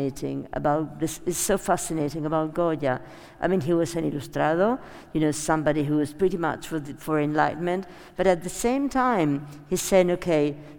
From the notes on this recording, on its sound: This podcast is a live recording from the talk. Which took place at the Real Academia de Bellas de San Fernando in Madrid.